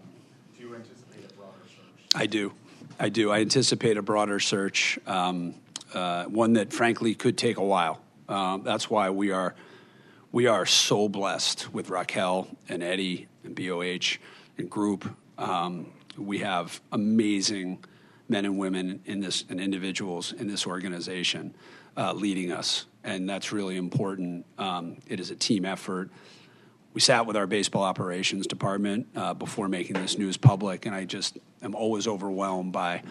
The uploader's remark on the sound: We bring you the Press Conference.